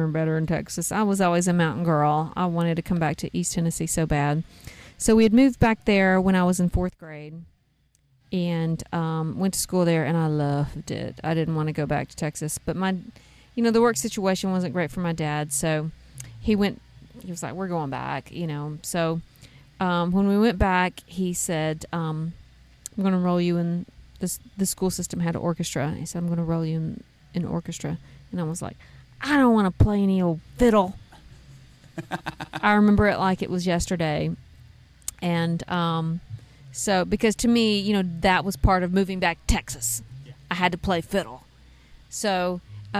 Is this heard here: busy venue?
yes